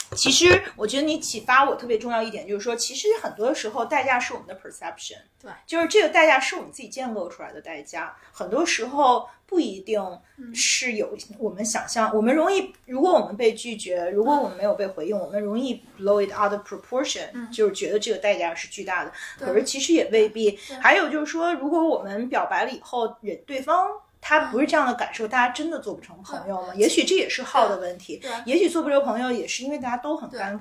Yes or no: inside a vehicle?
no